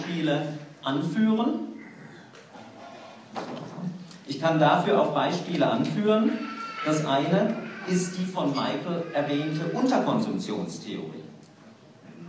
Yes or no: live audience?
yes